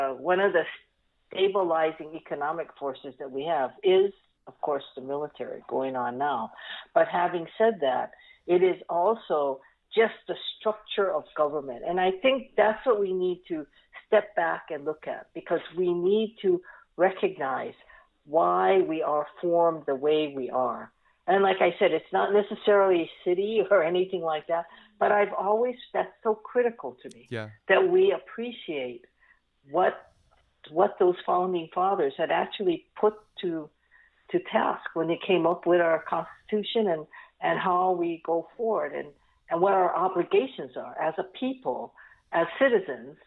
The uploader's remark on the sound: hop on the phone